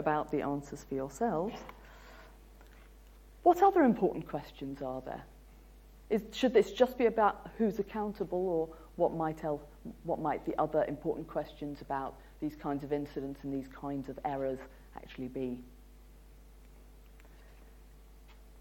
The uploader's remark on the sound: UCL Lunch Hour Lecture